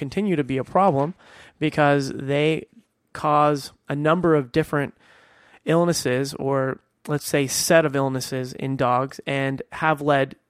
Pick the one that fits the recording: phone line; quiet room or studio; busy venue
quiet room or studio